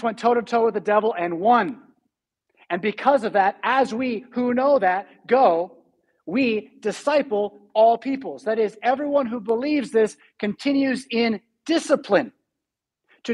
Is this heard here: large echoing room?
yes